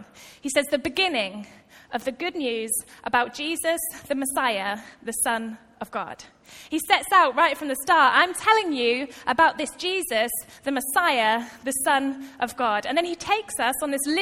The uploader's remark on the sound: Recorded live at Life Church on Sunday 1st July 2018.